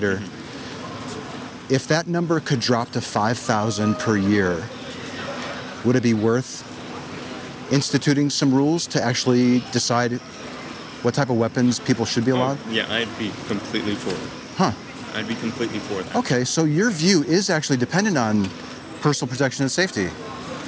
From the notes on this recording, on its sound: Location: San Antonio, Texas. Recorded w/Go-Pro.